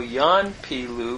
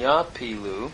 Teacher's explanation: Yanpilu becoming Yapilu, with that progressive assimilation of the Nun, the first consonant of the root